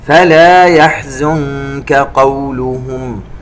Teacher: النون عند الكاف إخفاء